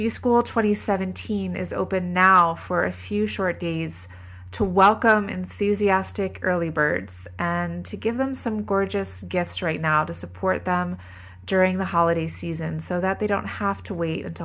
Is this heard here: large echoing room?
no